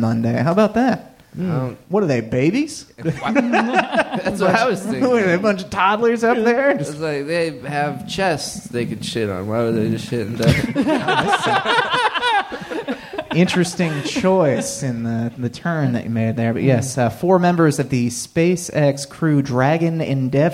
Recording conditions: live audience